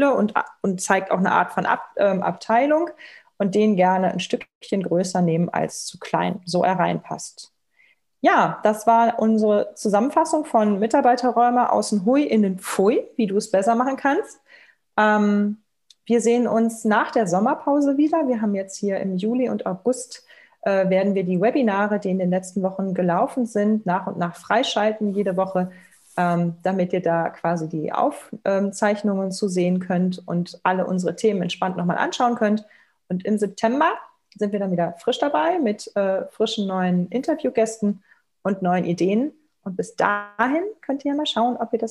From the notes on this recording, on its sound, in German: Podcast zum interaktiven Live-Webinar.